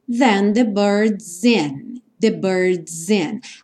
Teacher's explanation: Aqui também o S acaba soando um pouco como Z por conta da ligação com o in.